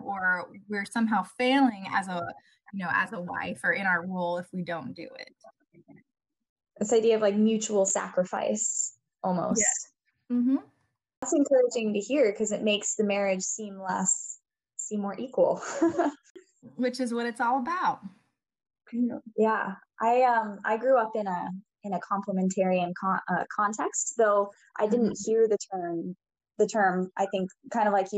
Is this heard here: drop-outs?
yes